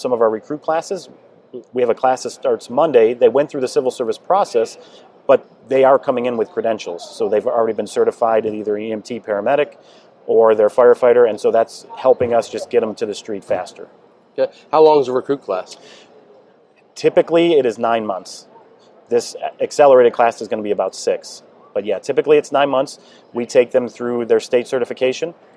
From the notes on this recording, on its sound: NEP "On Location". Here, we hit the road and have conversations. On location at Firehouse Expo in Columbus, Ohio.